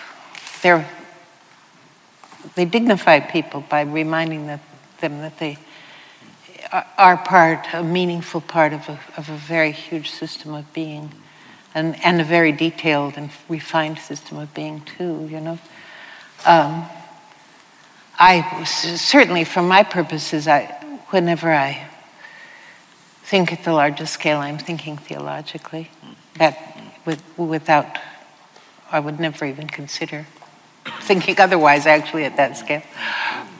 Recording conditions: live audience